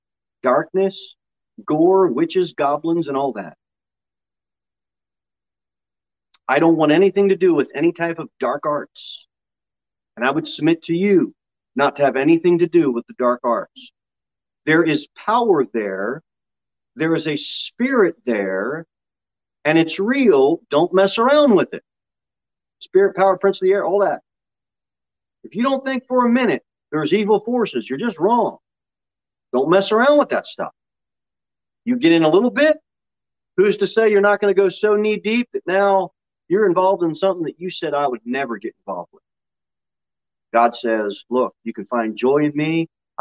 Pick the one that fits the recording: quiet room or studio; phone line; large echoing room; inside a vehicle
large echoing room